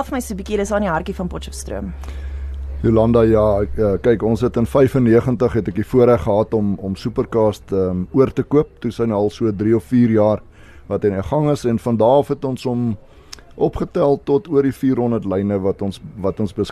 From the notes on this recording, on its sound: Mid morning Magic het op 4 Aug by Central Fishing Shop en Central Sound se nuwe winkel in Curie laan Bloemfontein, uitgesaai